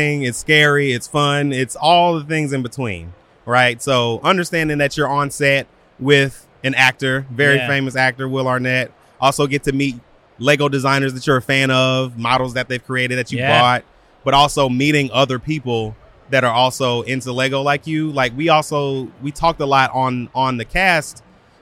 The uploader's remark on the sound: filming live on location at Brickvention 2023